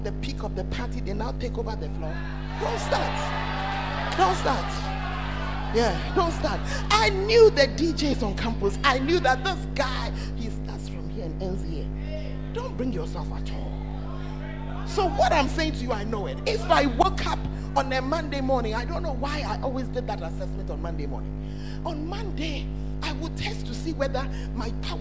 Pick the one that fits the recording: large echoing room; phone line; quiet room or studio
large echoing room